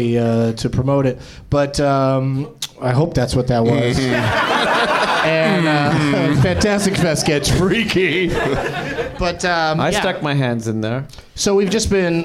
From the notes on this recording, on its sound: Live from the NerdMelt Showroom in LA